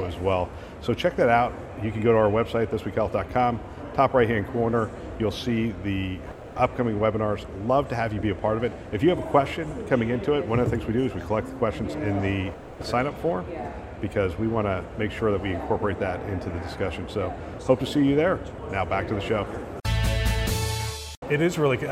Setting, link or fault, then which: setting, busy venue